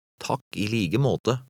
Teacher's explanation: the K in the third word sounds like a G. This is an exception.